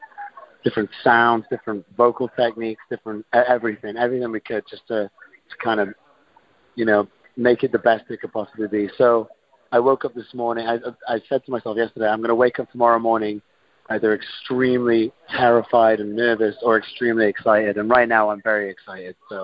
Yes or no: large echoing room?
no